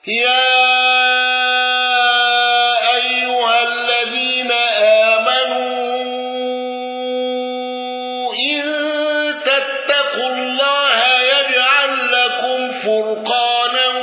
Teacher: قالوا بتوسط المنفصل وصلة ميم الجمع ولم يندرج معه أحد